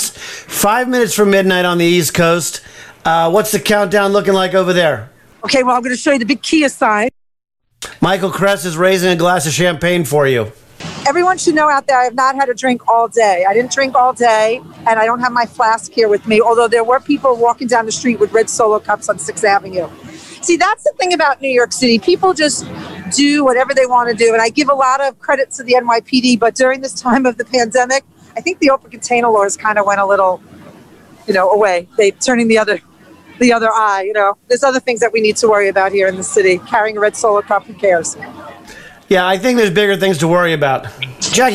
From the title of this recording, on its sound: LIVE from TIMES SQUARE, NEW YEARS EVE